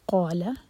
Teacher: جب بھی قال آئے تو میک شیور کہ قا دو حرکہ لمبا ہو اور لا ایک حرکہ